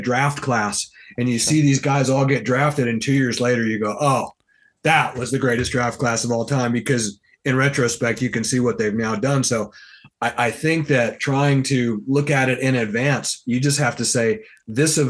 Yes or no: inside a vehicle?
no